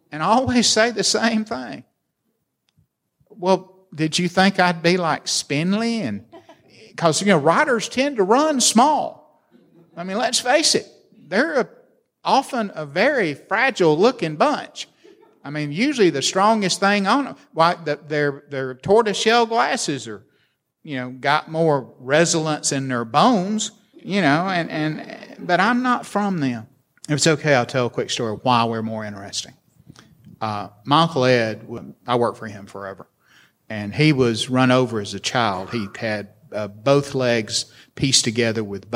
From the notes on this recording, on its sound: This interview took place in front of a live audience at UVA's College at Wise.